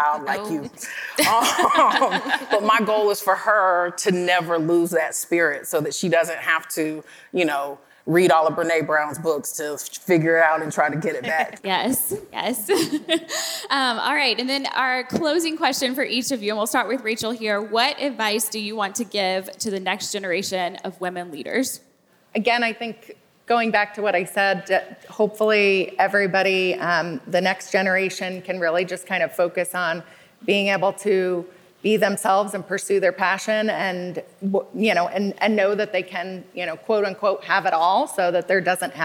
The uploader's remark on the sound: LIVE from the Game Changers Summit 3